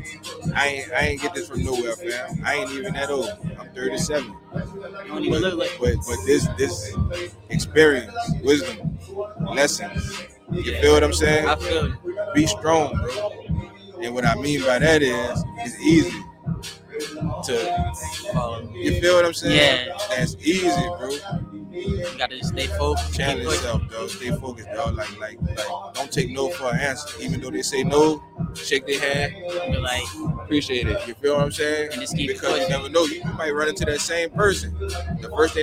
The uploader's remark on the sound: MillionViewzPodcast Live from YP Movement/97.7FM Radio Who's Hot Artist Showcase. Live on location from Floating Island in East New Orleans.